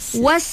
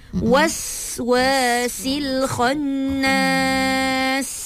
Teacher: Bunyikan sofir pada sin.